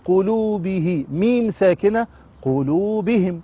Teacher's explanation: واو مد طبيعي حركتان، قلوبه ميم ساكنة قلوبهم.